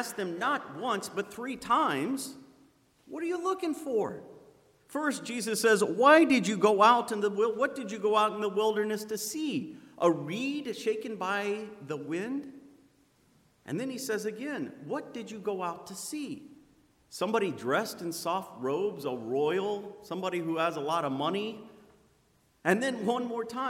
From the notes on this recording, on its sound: Sermon preached on Sunday, December 15th at Zion Lutheran Church in Muscatine, Iowa. Sermon preached on Sunday, December 15th at Zion Lutheran Church in Muscatine, Iowa.